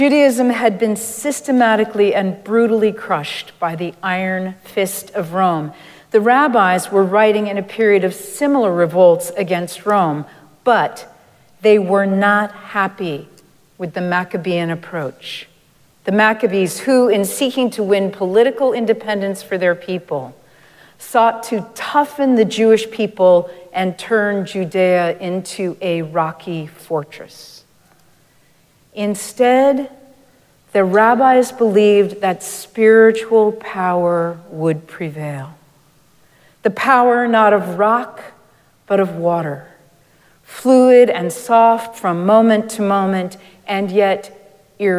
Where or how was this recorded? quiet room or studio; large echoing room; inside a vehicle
large echoing room